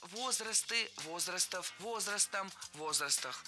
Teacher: Правильно, возрасты, возрастов, возрастом, возрастах. Во всех формах сохраняем ударение на первом слоге.